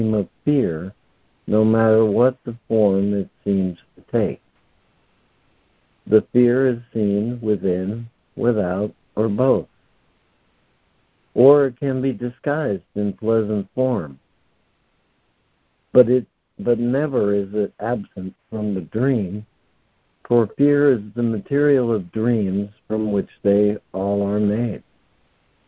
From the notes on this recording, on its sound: ACIM Daily Conference Call.